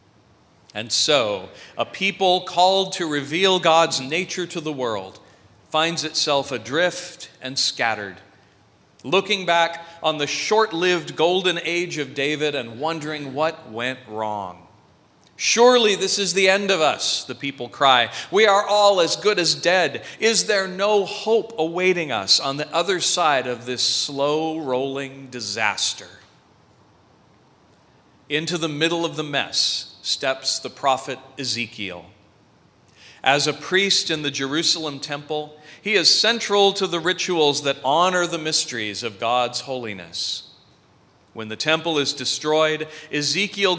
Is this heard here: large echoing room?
yes